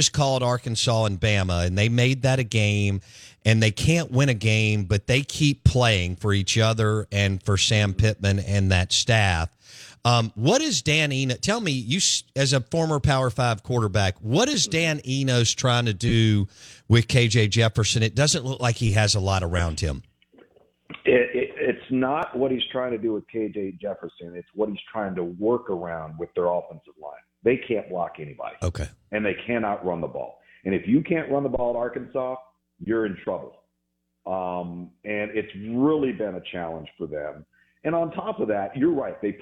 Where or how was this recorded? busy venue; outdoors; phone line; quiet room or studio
phone line